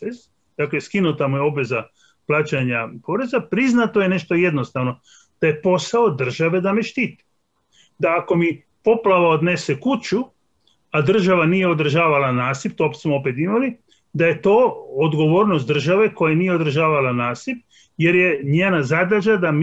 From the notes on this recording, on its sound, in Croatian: Na Zoom platformi.